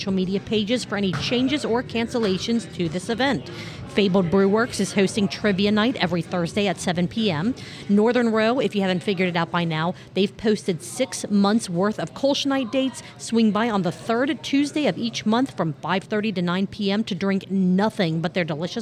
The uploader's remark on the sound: Episode recorded on 1/16/2024 at our amazing podcast host, Higher Gravity Summit Park!